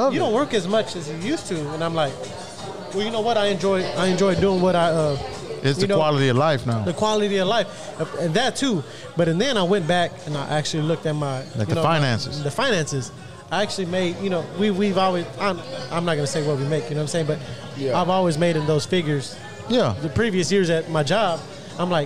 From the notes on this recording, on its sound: RECORDED LIVE FROM TEXAS TAILGATE